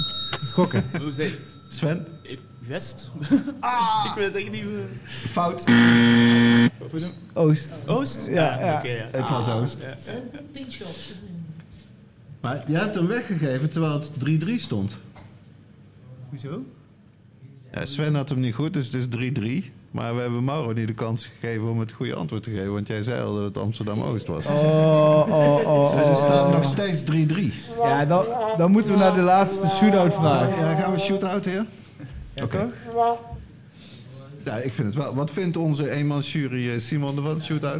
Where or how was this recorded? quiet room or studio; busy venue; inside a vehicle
busy venue